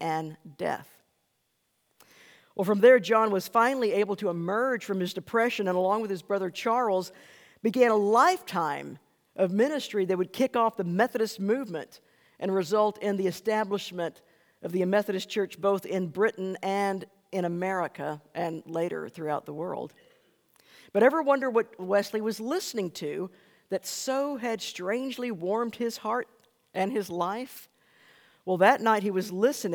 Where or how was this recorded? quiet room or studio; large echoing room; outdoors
large echoing room